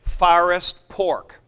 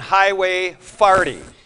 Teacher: people in St. Louis pronouncing O as A and A as O